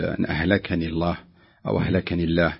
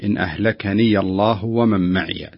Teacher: أهلكني الله هنا تفتح الياء ولا تبقى ساكنة · Shown in: second take · يعني بعض الناس يقول إن أهلكني الله أو أهلكني الله وهذا غير صحيح، الصحيح إن أهلكني الله ومن معي، تفتح لي عين في الهلكني وفي قوله معي.